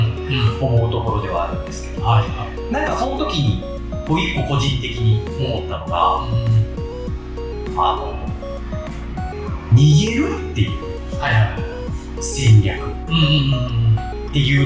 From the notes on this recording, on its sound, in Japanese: 録音環境が騒がしく編集・調整しておりますが、少し聞きずらい所がございます。